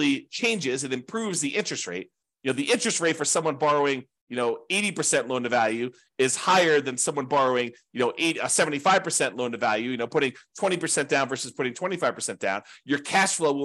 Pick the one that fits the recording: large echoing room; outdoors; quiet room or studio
quiet room or studio